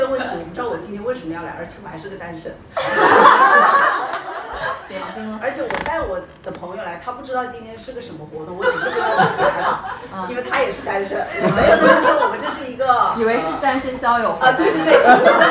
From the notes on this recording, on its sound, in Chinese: 来自上周末在长沙线下分享会的录音